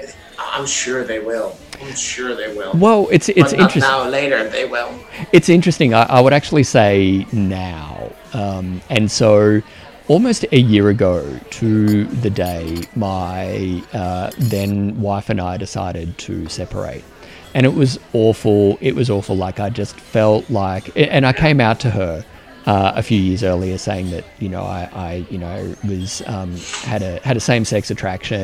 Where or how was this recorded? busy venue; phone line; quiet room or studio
busy venue